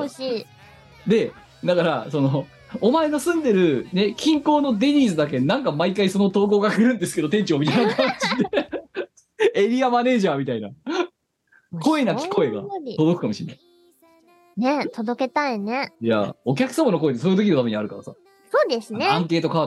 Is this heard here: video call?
yes